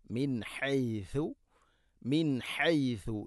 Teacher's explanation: നാവിൻ്റെ അറ്റം മേലെയും താഴെയുമുള്ള പല്ലുകൾക്കിടയിലൂടെ അല്പം പുറത്തോട്ട് വരണം മുൻഭാഗത്ത്.